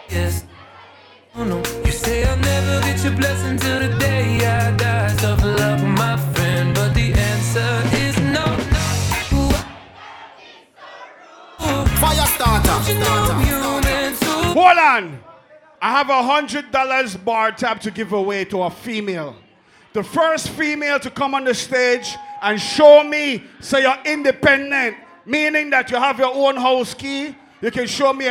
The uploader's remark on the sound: HAPPY RANCH 8TH ANNIVERSARY LIVE AUDIO